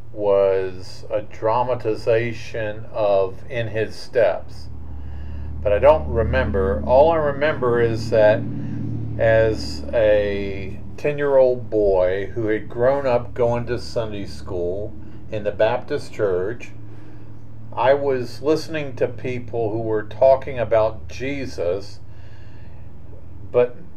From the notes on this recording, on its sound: We are still new to recording a podcast so you may notice uneven sound, and background noise [Including a fly].